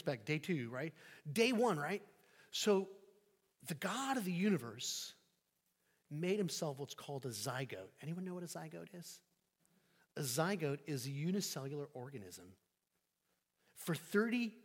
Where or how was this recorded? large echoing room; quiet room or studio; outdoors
large echoing room